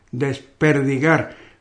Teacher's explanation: la D, que es una oclusiva, desaparece